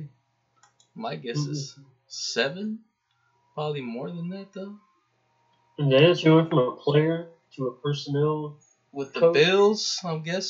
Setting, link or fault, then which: fault, sounds in the background